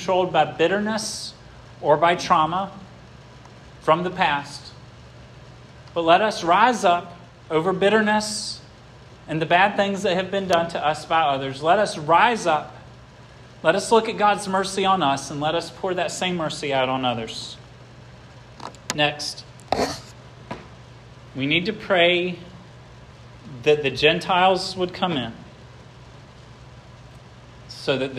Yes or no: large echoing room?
yes